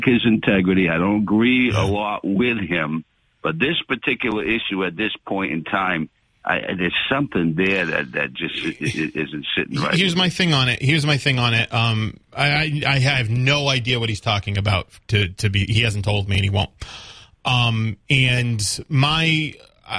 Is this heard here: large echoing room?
no